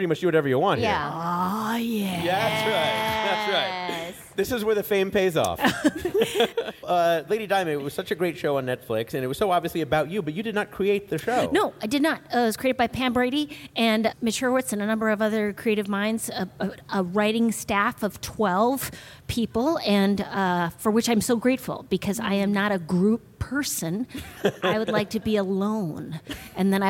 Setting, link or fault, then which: setting, busy venue